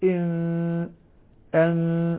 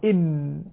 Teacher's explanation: أنا الآن تلامست الشفتان ولكن دون شد عليهما حتى تكون الميم مخفاة · Term: الميم مخفية